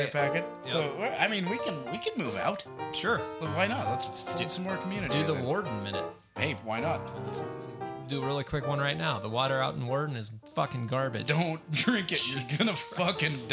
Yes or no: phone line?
no